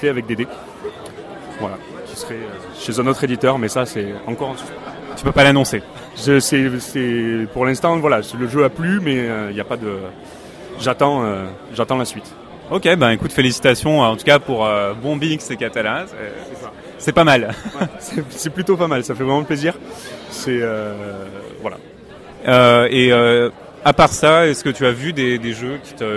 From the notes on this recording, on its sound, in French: Interview réalisée au festival international des jeux de Cannes édition 2015 par Ludovox.